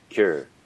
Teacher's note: For most North Americans, I would say, cure is no longer a distinct category, and it's just like nurse.